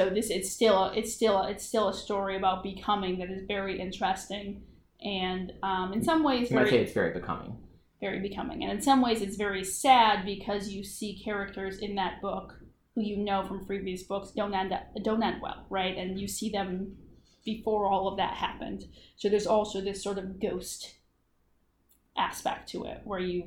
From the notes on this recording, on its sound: This episode was recorded on location with a single mic, so please forgive some audio wonkiness.